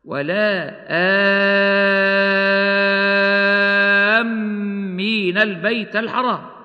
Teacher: بل يتعين مده مدا لازما كلميا بمقدار 6 حركات